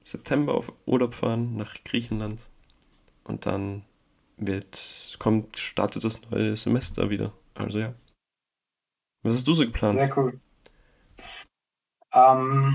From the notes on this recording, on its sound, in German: Durch technische Schwierigkeiten geprägt